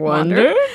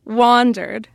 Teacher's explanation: And the first syllable is a higher pitch than the second syllable, usually. · Shown in: second take